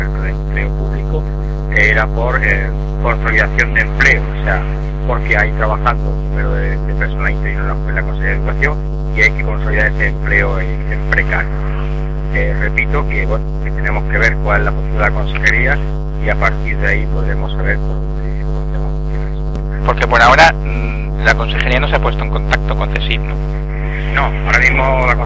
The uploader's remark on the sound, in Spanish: Pedimos disculpas por la calidad mejorable del sonido.